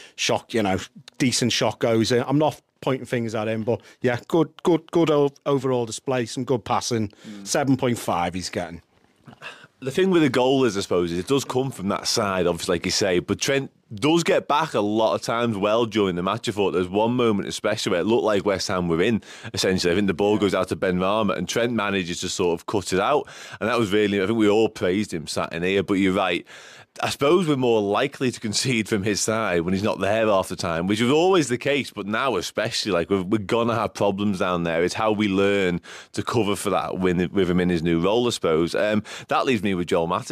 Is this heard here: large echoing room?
no